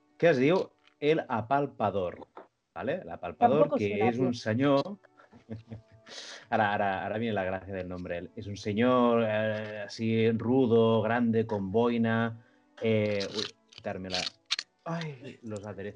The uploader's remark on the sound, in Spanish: En este especial Navidad 2020, todo el equipo de La Sabionda se reúne, por supuesto a través de Skype, con este formato especial.